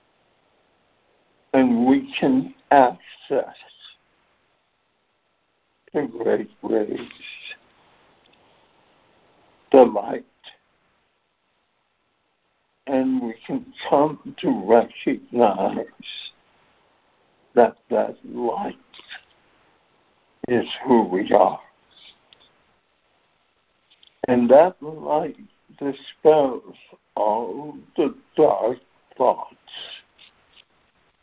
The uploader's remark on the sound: ACIM Daily Conference Call.